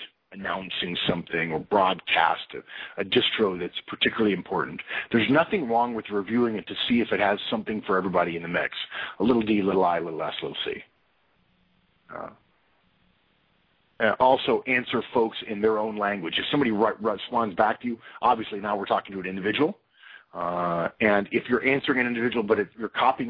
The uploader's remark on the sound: April 2012 Conference Call